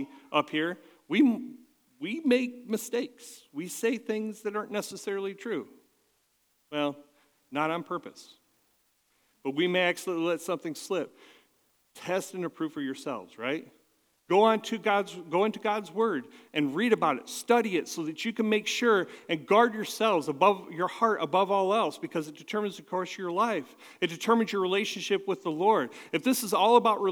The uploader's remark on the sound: At Catalyst Christian Church.